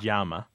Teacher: Some places it's more like a J, so they say llama. In some places it almost sounds like a D.